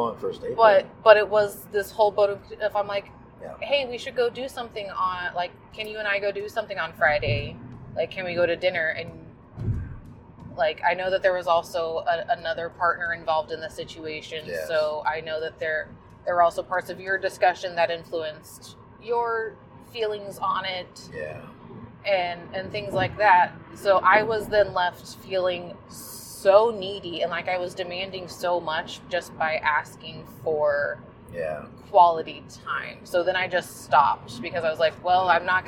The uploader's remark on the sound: Caution, recorded on the drive home, our voices might sound unusually tinny.